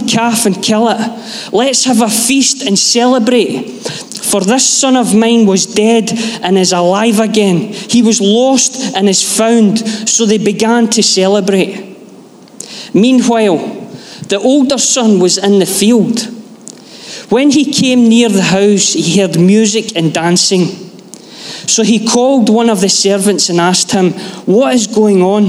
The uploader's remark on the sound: Live from our Sunday gathering on 18/06/23